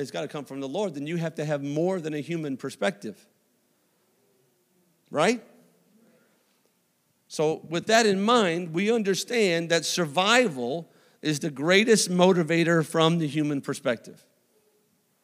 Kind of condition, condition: setting, large echoing room